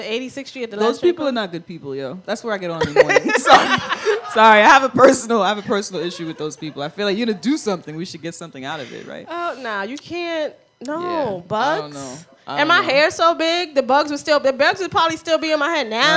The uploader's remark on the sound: We did our first live show! The audio from our first live show! Pinkies up to Bondfire Radio for including us in their 3rd Annual Bondfire Radio Audio Festival!